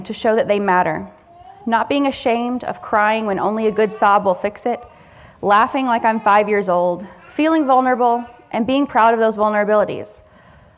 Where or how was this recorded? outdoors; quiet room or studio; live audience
live audience